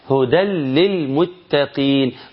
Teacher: هدل بعد الدال شيل التنون وحط لام · Term: ادغام